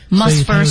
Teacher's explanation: one must T 失去爆破，first T 失去爆破，one must firstmaster。我们看 must first 这两个音呢、啊、都被压缩了，却把关键词保留住了。Master the highest level kungfu， master the